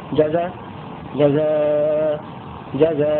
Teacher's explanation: تبدل الهمزة ألفا مع القصر والتوسط والمد · Term: بدون همز